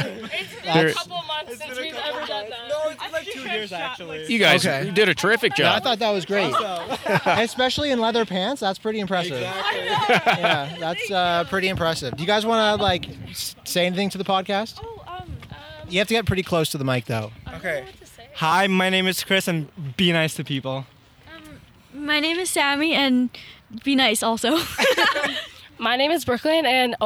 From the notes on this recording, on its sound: This episode was recorded in a public parking lot so lots of things were happening. Especially with strangers walking by who wanted to get in on the fun!